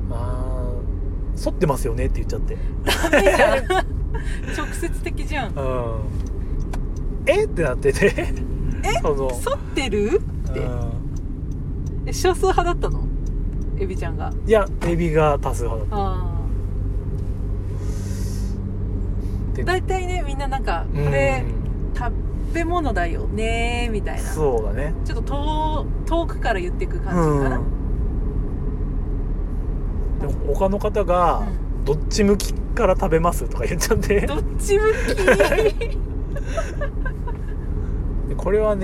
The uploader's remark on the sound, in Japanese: 2023年10月の群馬県館林たぬきゲーム会で遊んできた帰りの車内での収録。